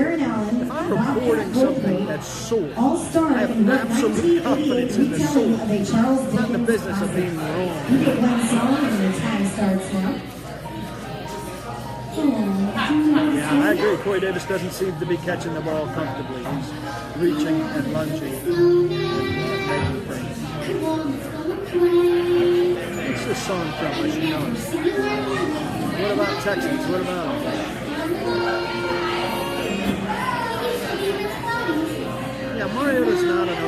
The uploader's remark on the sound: Live from Old School in Cool Springs/Franklin.